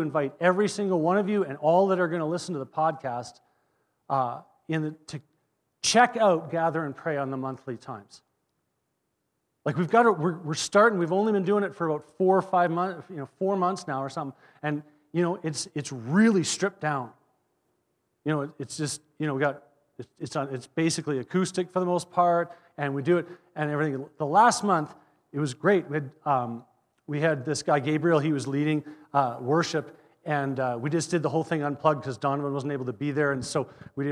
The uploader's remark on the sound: At our Edmonton Gathering in January 2024 at Greenfield Community Church